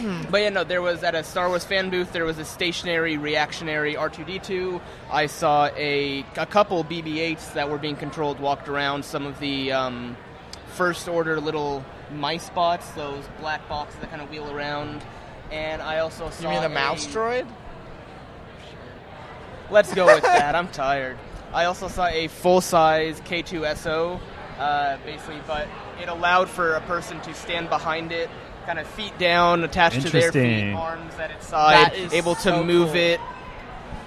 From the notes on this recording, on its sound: broadcast live cdom Wondercon 2018 in Anaheim